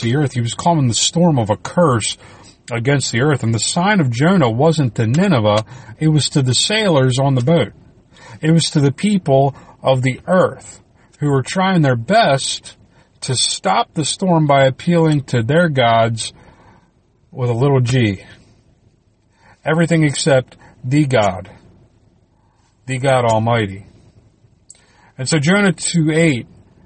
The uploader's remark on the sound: I recorded this in the car while traveling so please disregard the ambient sounds.